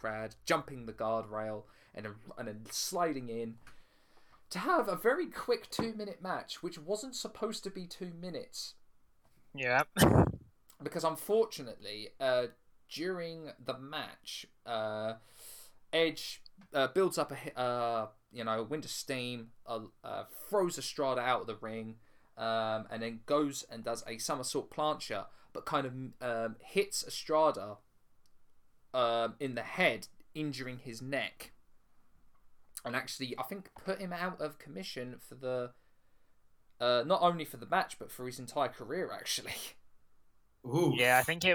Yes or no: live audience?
no